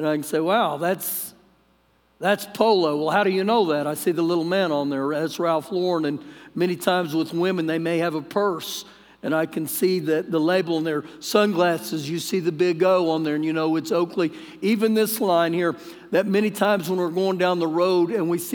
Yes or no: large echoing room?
yes